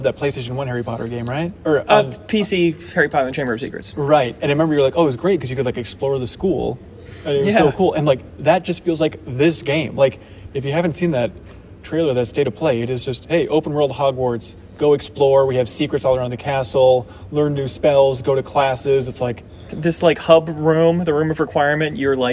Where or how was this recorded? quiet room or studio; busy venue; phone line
busy venue